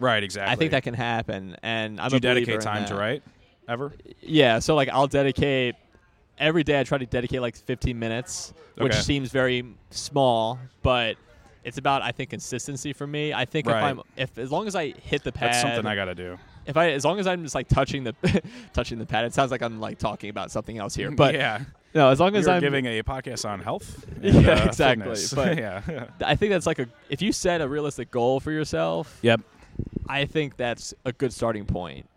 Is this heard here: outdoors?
yes